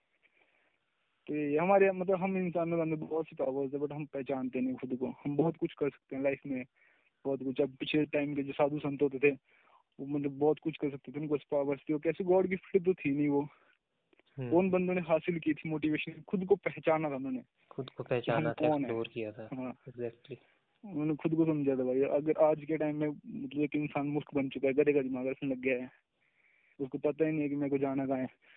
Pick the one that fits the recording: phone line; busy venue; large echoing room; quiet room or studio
phone line